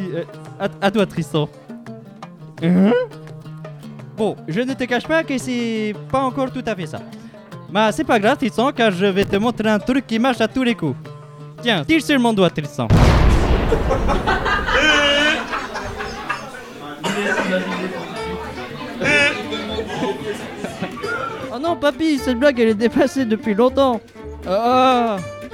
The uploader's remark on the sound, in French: Enregistré en public aux trois piliers.